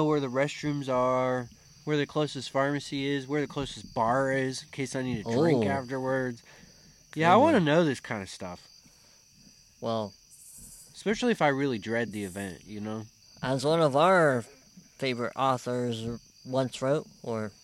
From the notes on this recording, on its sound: We’re live from the woods! The hosts thought it would be fun to record a little show on-the-go. Record a show while on a camping trip. Went on a short camping trip in the Hawking Hills area of Ohio.